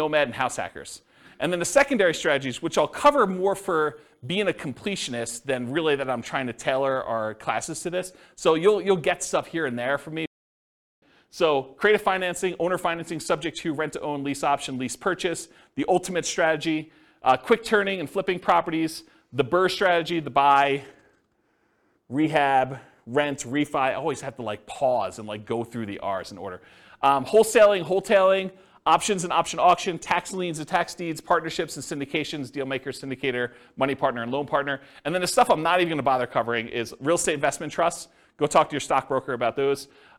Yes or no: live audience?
yes